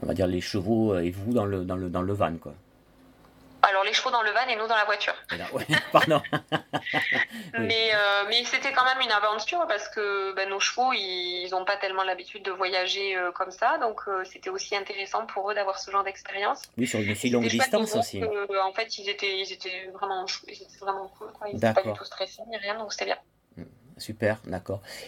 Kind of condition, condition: link, phone line